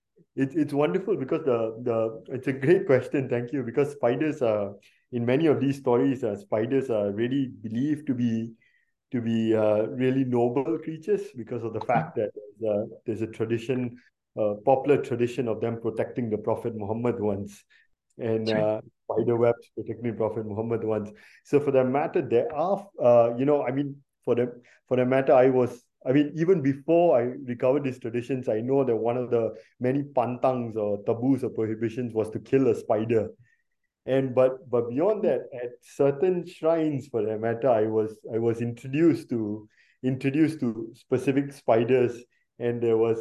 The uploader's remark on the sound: took place live on Zoom